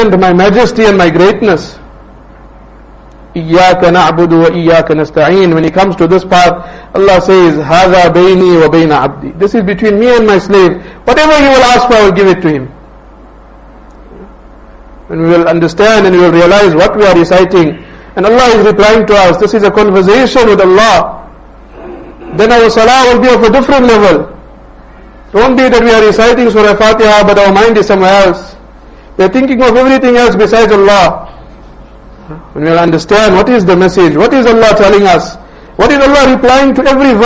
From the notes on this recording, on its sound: Jumuah lecture at Rockford Musalla.